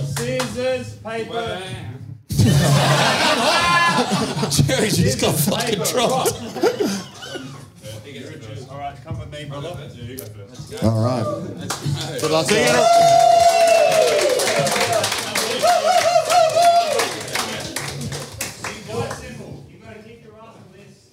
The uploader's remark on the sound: Live Show Melbourne.